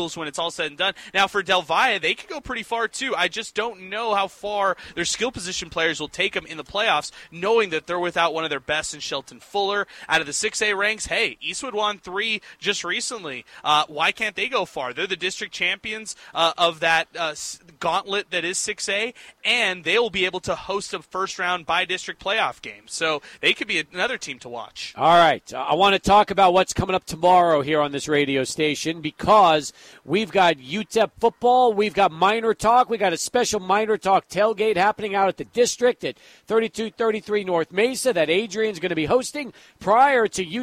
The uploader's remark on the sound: Live at Del Valle